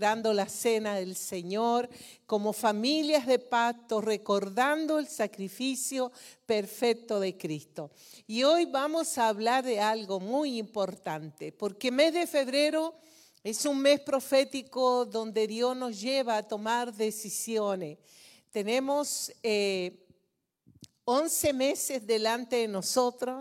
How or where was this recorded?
large echoing room